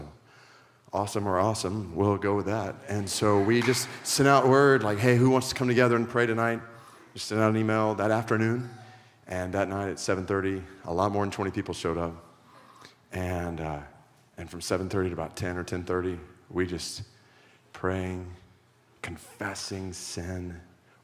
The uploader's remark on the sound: a shared session at Biola’s yearly Missions Conference